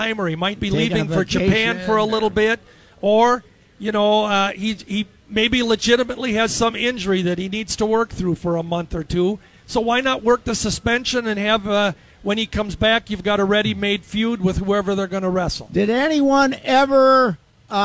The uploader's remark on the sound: Day One at the Fair. Live from the State Fair.